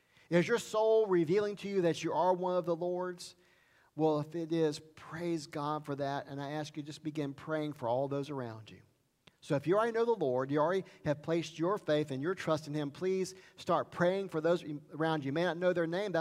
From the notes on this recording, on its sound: Sermon Recorded Sunday September 26 at Highland Baptist Church